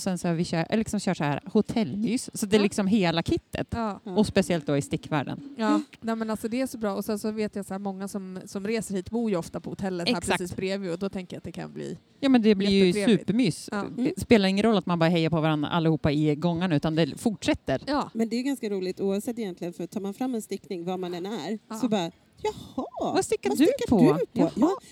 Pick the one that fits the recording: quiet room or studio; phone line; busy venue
busy venue